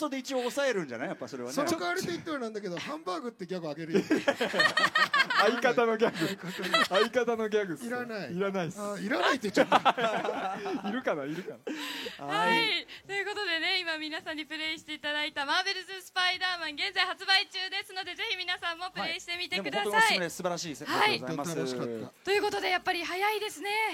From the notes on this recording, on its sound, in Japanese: 今回はTBSラジオが総力を結集してお届けする1年に1度のお祭り「ラジフェス」で行われた番組の公開収録の模様をお送りしました。